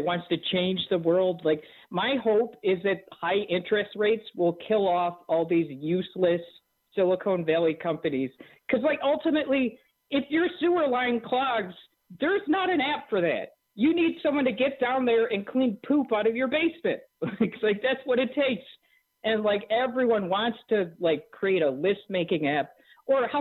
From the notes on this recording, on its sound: continues taking your phone calls